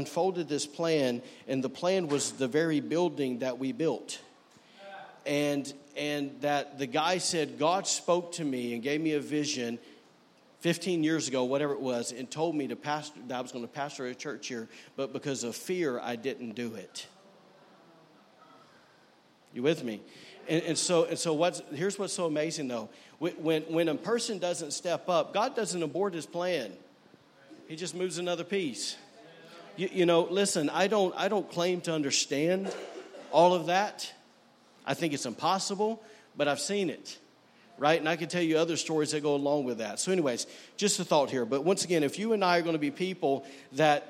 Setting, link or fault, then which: setting, large echoing room